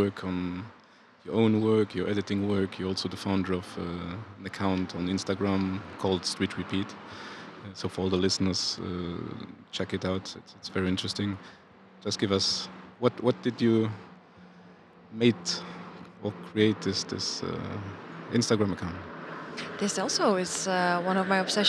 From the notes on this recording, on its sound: This year’s Luxembourg Street Photography Festival. In a casual talk outside the Rotondes in Bonnevoie.